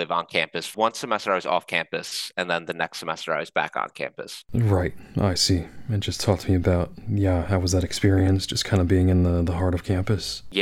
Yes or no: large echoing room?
no